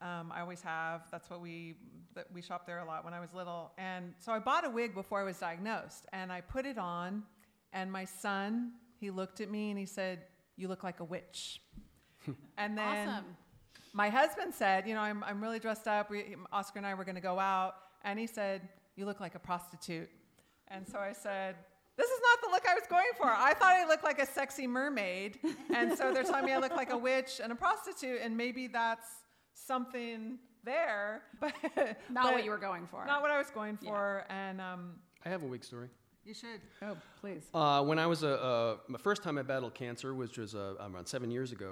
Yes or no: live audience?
yes